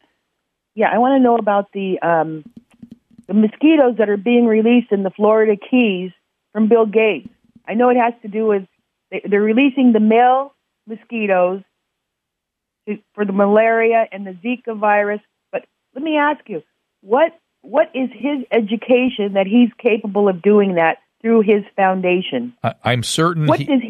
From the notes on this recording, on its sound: Jumps in studio without a guest and takes listener phone calls.